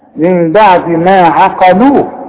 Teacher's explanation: شوف العين برققها ازاي شوف القاف بفخمها ازاي شوف اللام برققها ازاي